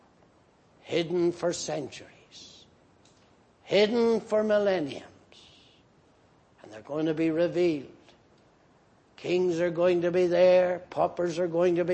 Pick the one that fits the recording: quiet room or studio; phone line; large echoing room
large echoing room